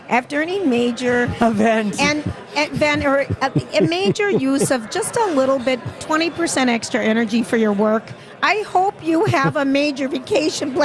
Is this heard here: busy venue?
yes